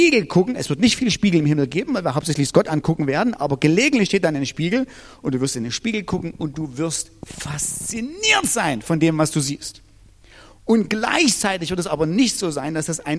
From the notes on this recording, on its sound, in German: Diese Predigt ist aus dem Gottesdienst